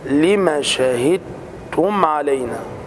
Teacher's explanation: عندك التاء مشددة يعني الدال مضغمة في التاء، وكذلك الميم في شهدتم ساكنة. · Term: ادغام حرفين